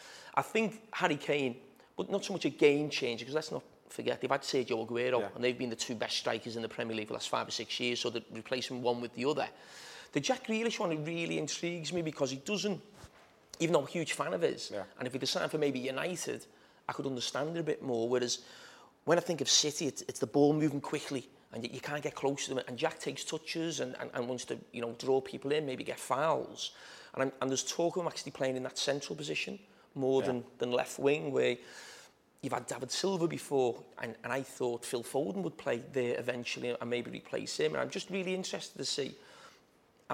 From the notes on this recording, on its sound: Live Fan Debate